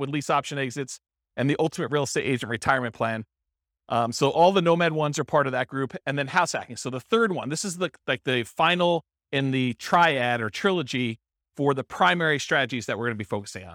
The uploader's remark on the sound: This was a live class recorded.